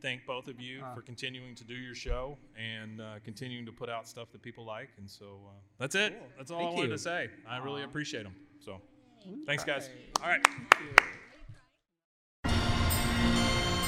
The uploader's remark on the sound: coming to you LIVE from RogueCon'23!